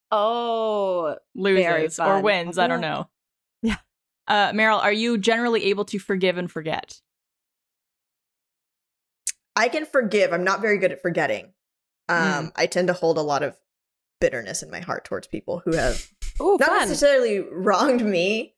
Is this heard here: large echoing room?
no